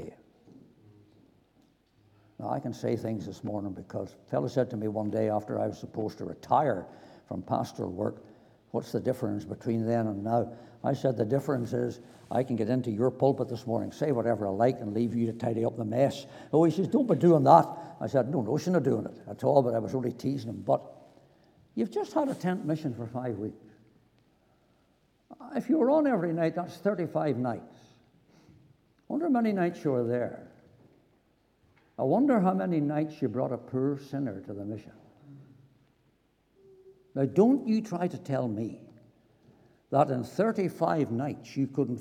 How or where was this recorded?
large echoing room